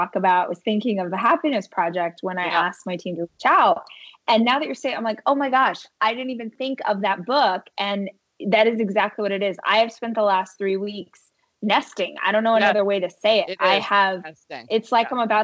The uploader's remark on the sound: Connected over Skype.